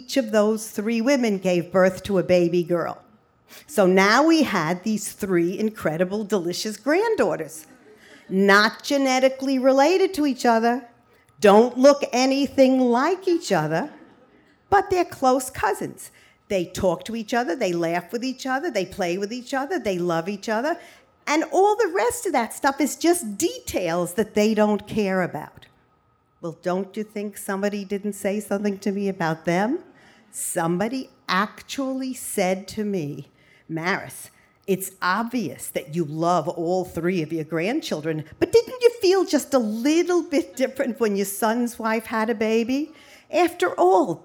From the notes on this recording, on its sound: A special live edition of The Moth recorded at The Players Club in New York City.